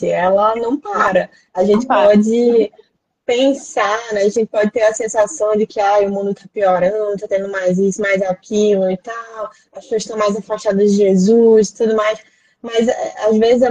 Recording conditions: video call